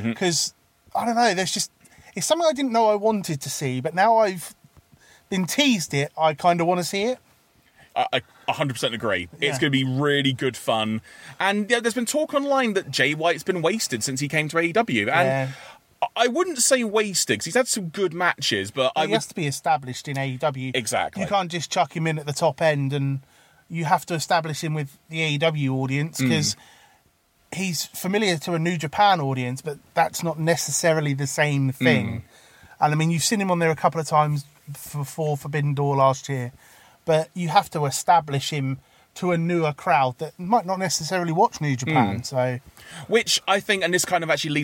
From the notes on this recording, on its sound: gather in the car studio